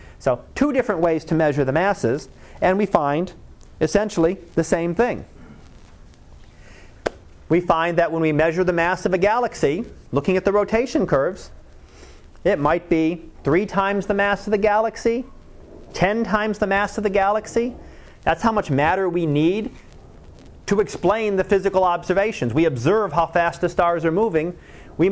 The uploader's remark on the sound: Live Class Lecture